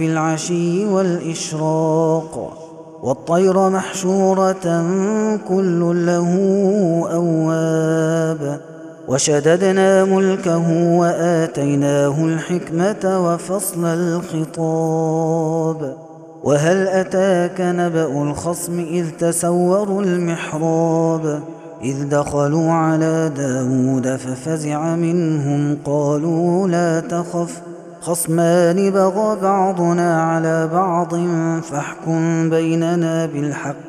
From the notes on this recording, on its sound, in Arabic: هذا التسجيل من صلاة التراويح